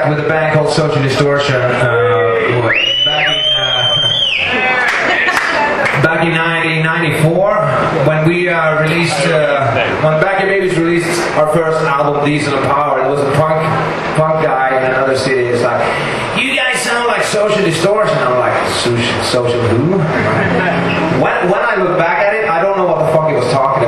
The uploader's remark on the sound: Recorded at The Underworld in Camden on the 22nd August. An acoustic guitar and some choice stories.